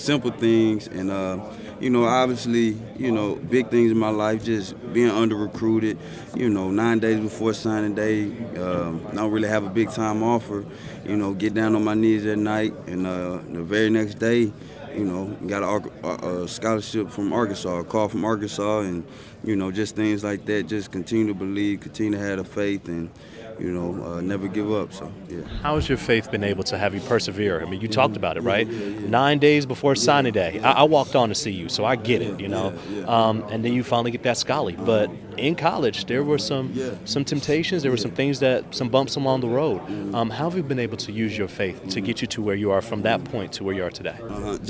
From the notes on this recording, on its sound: Live from Super Bowl LII in Minneapolis